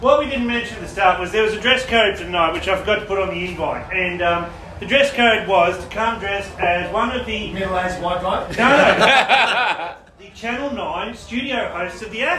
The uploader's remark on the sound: they decided to do a live recording with some of their most loyal fans in attendance.